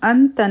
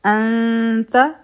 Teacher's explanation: د اخفا د ادا کولو په وخت کې به مونږ کوشش کوو چې زمونږ د جبې سر د بر او ورو سره اونه لګي · Shown in: second take · ځکه چې کچری دا اوری ټچ شي نو بیا به هغه اظهار جوړ شي.